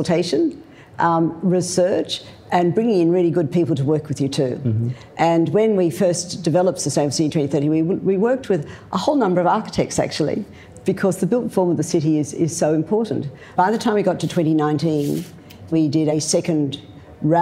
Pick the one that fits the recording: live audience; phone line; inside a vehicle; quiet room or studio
live audience